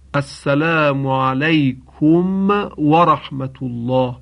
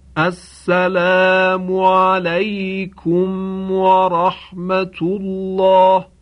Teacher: اگر میم ساکن به قدری تحریک بشه که از اون صدای حرکتی شنیده بشه، این باعث اشکال پیدا کردن نماز میشه · Shown in: first take · باید میم ساکن فقط به صورت ساکن خوانده بشه، به این صورت.